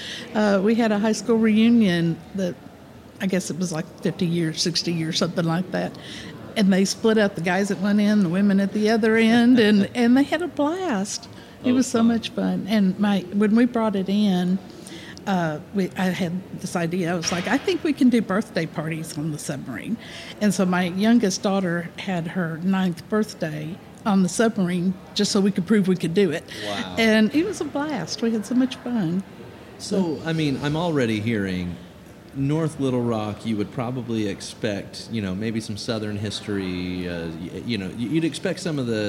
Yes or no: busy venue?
yes